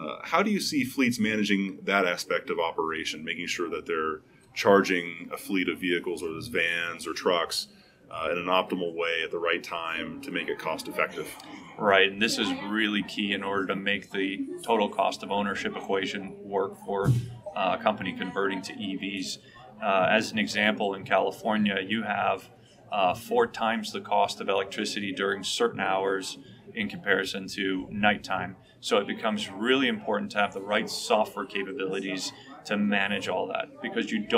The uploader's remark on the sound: In Las Vegas, from the show floor of CES 2020.